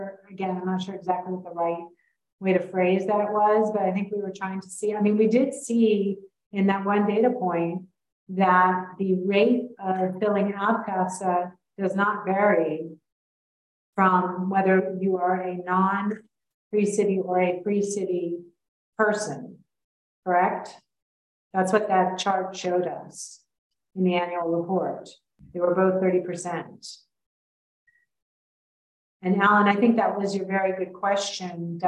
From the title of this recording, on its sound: originally on Zoom